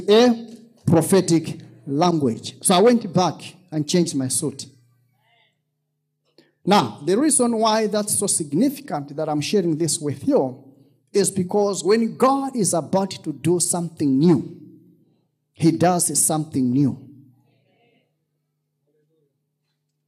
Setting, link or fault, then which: setting, large echoing room